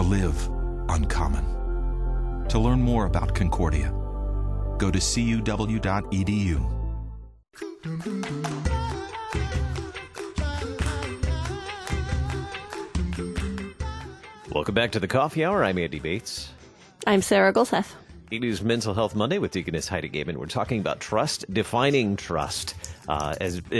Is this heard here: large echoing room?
no